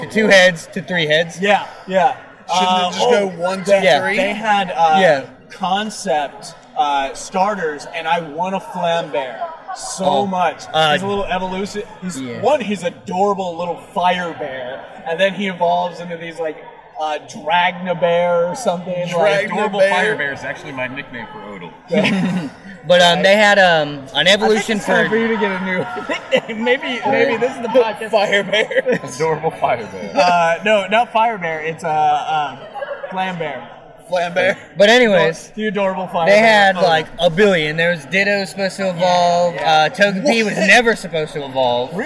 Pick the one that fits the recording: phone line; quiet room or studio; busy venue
busy venue